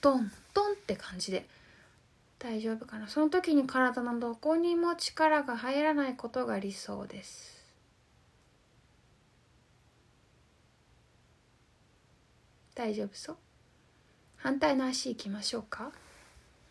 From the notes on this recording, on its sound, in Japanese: インスタライブの録音です。